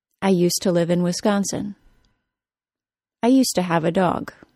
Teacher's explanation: In connected speech, however, the word to is reduced to ta, and we have the complete modification of the phrase used to the common, current, yet informal pronunciation of used to.